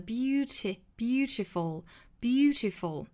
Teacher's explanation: 我们注意里面的这个 t 是不能够浊化的英式发法呢